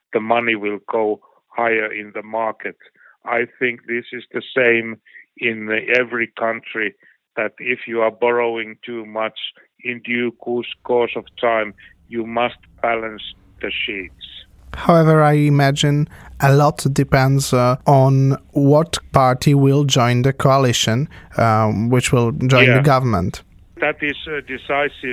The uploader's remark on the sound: The interview was conducted. Via phone.